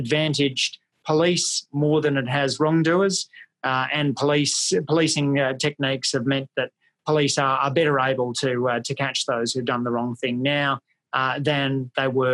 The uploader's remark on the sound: ACEMS Virtual Public Lecture